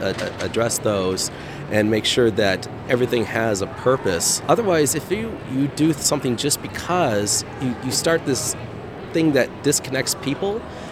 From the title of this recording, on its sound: Live from #IMEXAmerica